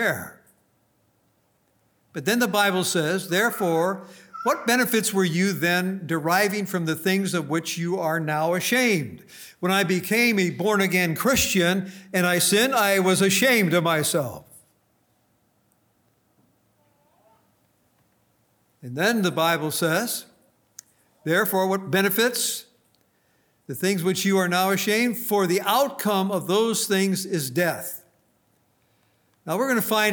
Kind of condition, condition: setting, large echoing room